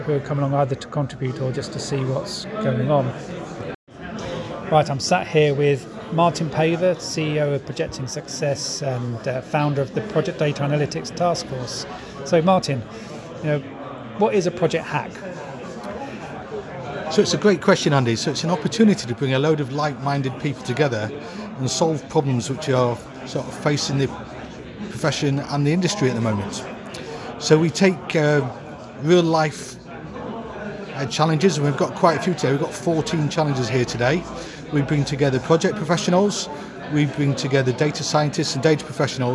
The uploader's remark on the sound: On location at the Projects Data Hackathon in October 2021. He records his impression of the two-day live event.